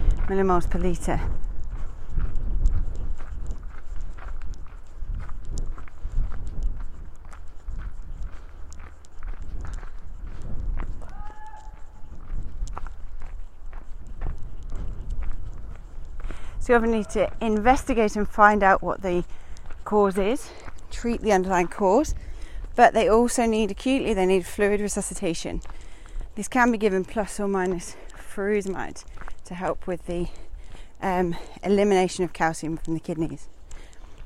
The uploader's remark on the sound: Recorded whilst out on a walk. Hope you enjoy the birds!